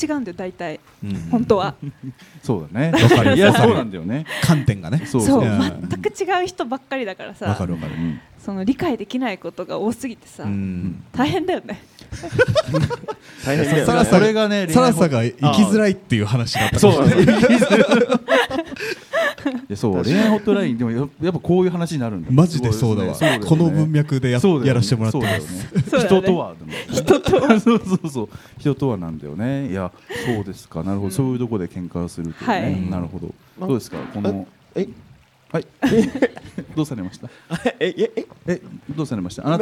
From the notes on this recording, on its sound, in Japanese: 公開収録（前編）。先日、大盛況のなか終演した公開収録の様子を編集してお送りします。